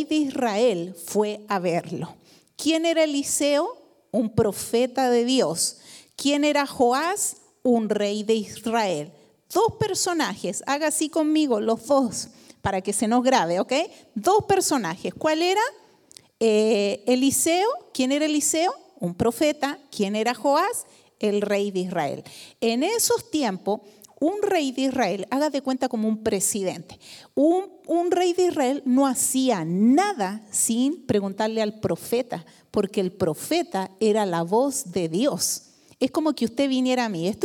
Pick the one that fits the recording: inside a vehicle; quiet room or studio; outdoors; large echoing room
large echoing room